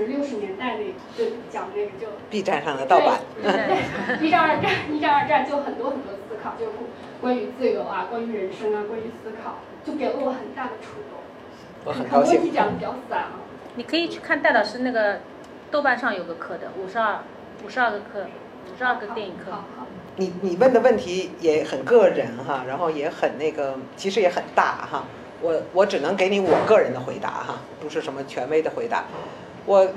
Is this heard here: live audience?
yes